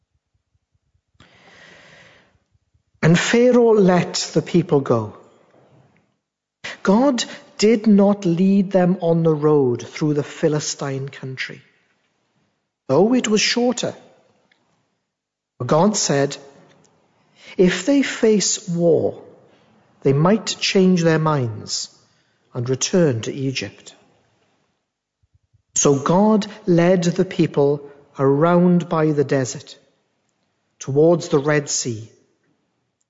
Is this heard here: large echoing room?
yes